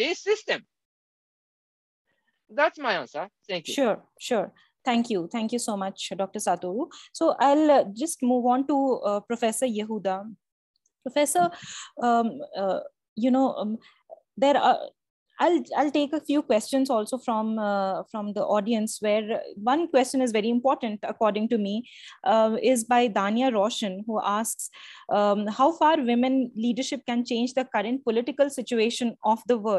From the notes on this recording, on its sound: Zoom and Facebook Live